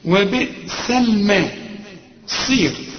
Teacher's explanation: الصاد في اخر درجات التفخيم